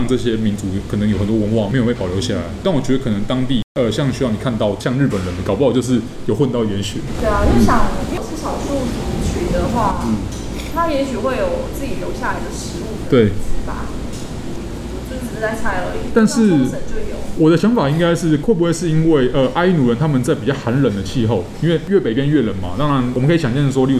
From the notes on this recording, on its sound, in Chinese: 本集白噪音指數：微風級 2/5。錄音現場約 25°C。錄音地點： 明星咖啡館 - Cafe Astoria。